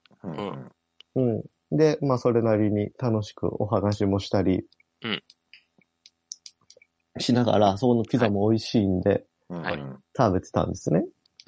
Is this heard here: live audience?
no